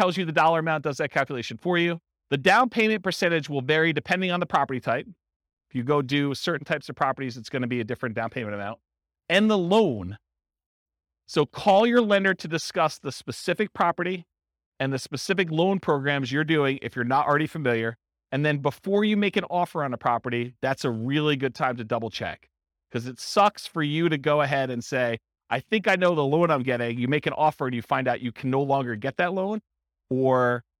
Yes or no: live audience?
yes